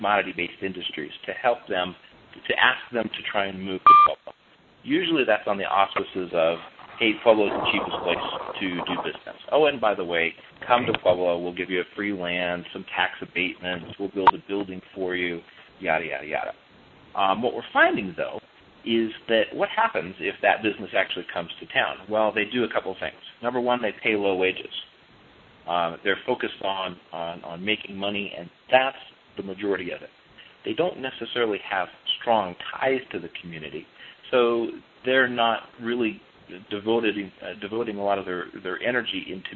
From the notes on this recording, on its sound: On this call recording. Call originally recorded on November 17, 2010.